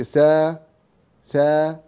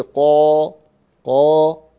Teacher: لو أنت قلت على سبيل المثال هذا اللسان وهذا الحنك الأعلى، لو قلت سا سا يبقى اللسان في الأسفل، لو قلت قا قا يرتفع اللسان إلى الأعلى